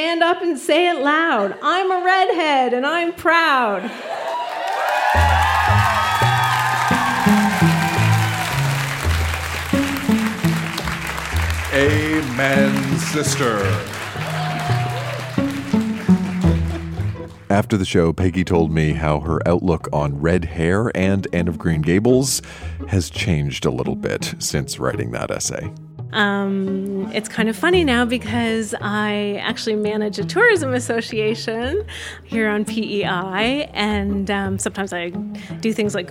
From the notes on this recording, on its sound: Recorded live at The Guild in Charlottetown, PE.